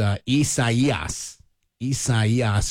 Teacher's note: with the emphasis on that that third syllable